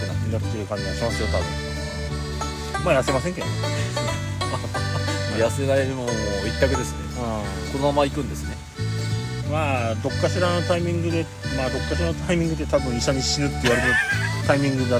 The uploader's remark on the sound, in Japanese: 雨の中での収録となりました。雨の音で聴きにくくなっておりますが。